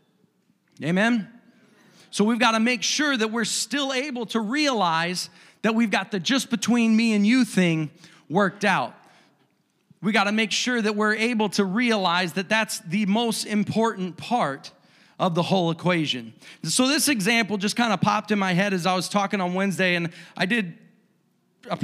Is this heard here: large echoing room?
yes